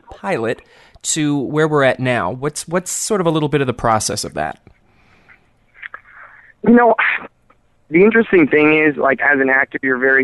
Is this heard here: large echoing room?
no